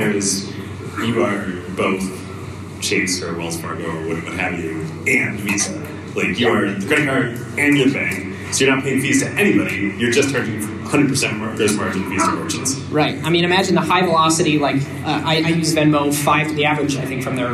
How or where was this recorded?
live audience